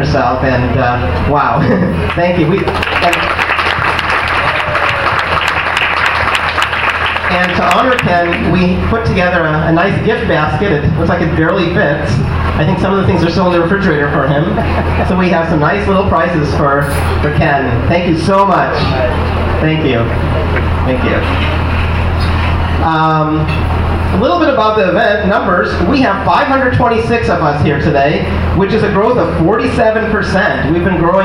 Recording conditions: busy venue